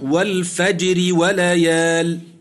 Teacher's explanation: في قوله مثلا: والفجر وليال، نعم، الراء في الفجر مكسورة طرفا حالة الوصل وقبلها ساكن صحيح وهو الجيم ترقق